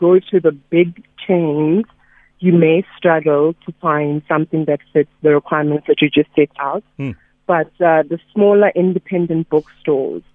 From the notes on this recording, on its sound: PHONE INTERVIEW